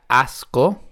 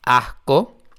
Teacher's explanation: Cuando digo asco, seguramente perciban que no hay una S como si dijera asco, sino asco. Un sonido que viene de la garganta en vez de la lengua entre los dientes. · Shown in: second take · Term: la S preconsonántica